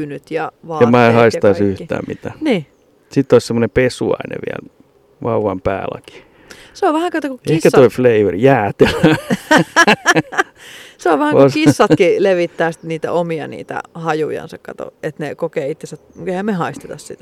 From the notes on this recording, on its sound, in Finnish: Jakso äänitetty pihalla joten ulkoilman korkea happipitoisuus aiheuttaa hetkittäin tarinankerronnassa hyppyjä.